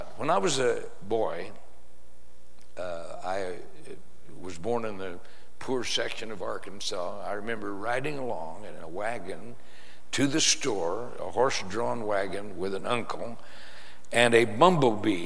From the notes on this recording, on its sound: Preached in San Antonio TX Church